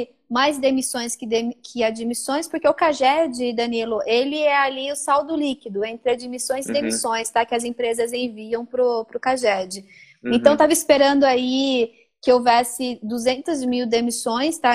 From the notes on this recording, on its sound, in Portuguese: Esse podcast foi gravado durante uma live no Instagram.